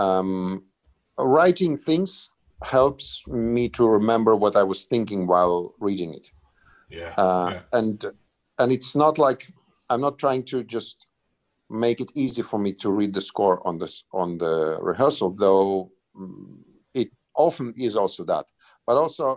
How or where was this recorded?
video call